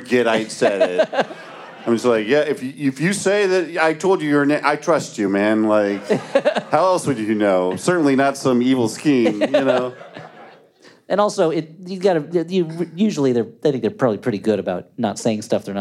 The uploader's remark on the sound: We're giving you one more live show from our recent west coast tour, before returning to regular "in studio" episodes next week. Recorded live at the Rio Theater in Vancouver, British Columbia.